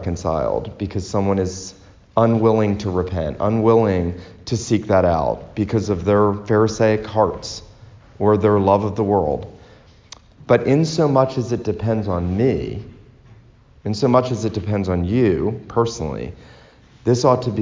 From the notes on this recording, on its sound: This sermon was preached at Christ Reformed Baptist Church on Lookout Mountain, TN